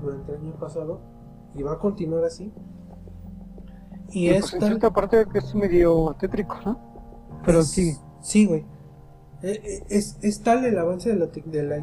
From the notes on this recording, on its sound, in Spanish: Sentimos las fallas de origen respecto al audio, una disculpa de ante mano.